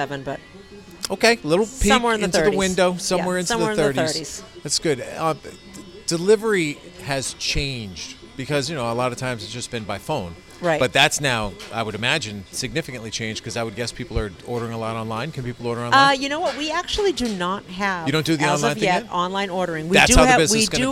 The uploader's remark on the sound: chat from a booth at Islington Pizza